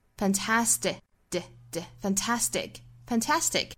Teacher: 后面的字母 t 的发音呢也倾向于发成一个不送气的一个 t